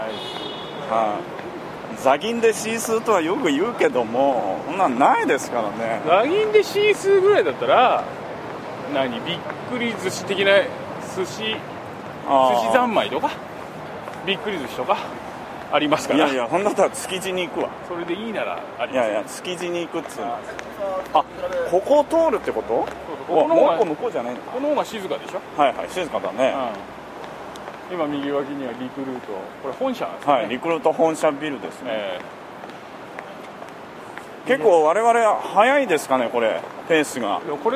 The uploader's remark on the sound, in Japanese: 新橋～銀座～東京駅と歩きながら収録を行いました。